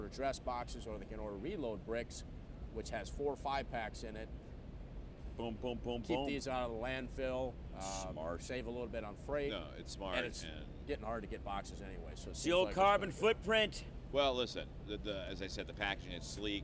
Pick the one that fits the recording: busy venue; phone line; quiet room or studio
busy venue